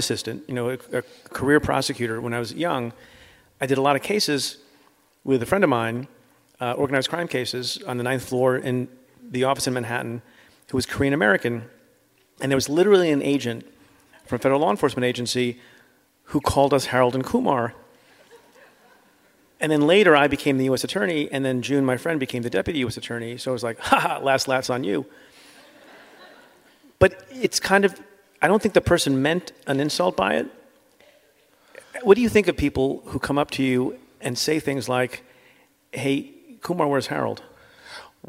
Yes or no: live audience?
yes